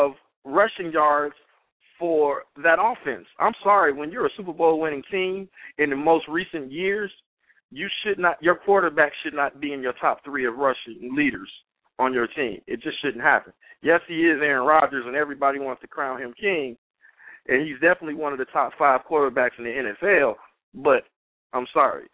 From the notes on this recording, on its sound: We will take opinions of passionate fans as they call in and give the many reasons why their favorite team is a contender for the big game this season.